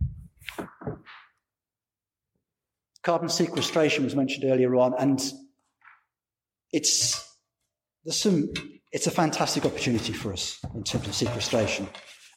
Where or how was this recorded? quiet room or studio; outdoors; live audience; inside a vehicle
live audience